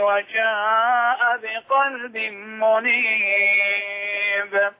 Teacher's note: وفي قصر في المد المنفصل يعني لم يمد طويلا